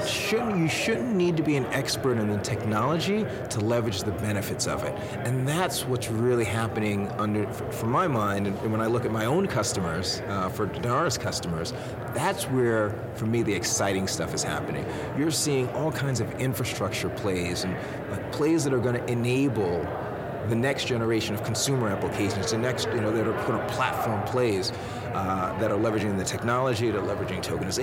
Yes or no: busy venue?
yes